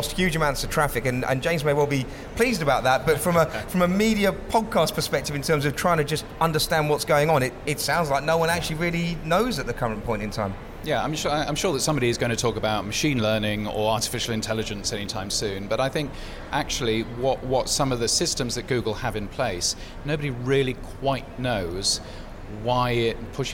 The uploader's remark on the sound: Recorded live at Podcast Day 2019.